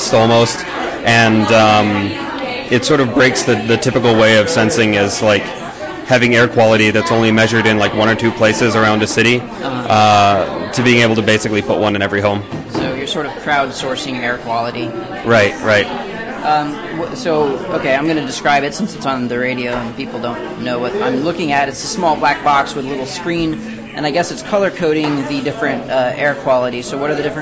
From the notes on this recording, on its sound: Big crowds at this Carnegie Melon event, so the sound quality is not great.